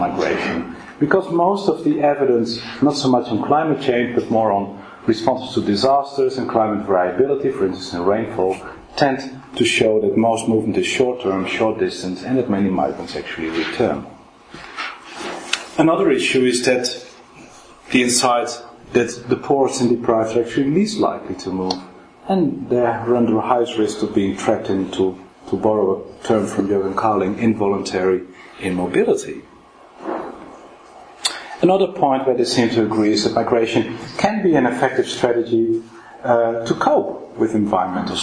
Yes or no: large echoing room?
yes